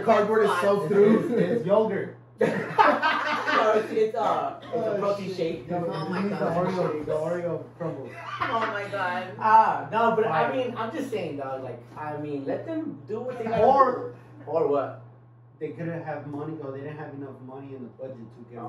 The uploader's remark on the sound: WOULD LIKE TO APOLOGIZE FOR THE SOUND QUALITY, yea it sucks.